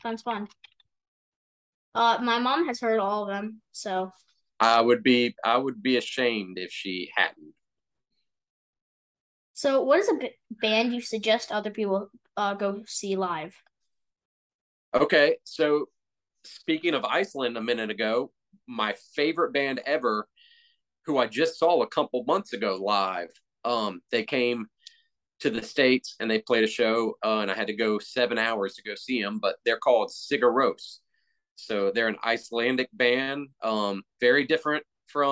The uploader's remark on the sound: chatted through zoom